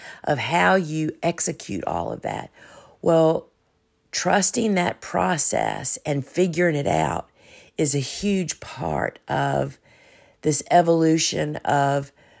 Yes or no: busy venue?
no